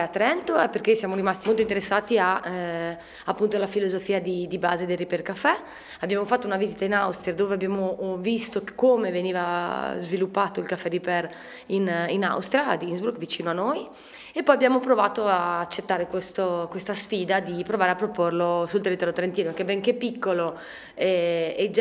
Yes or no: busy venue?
yes